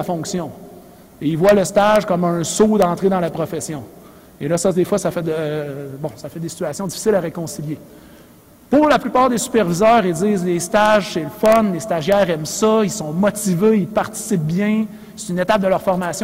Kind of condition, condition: setting, live audience